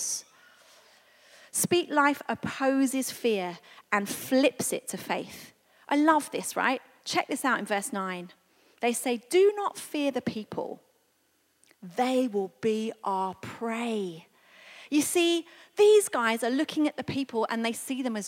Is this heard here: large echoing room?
yes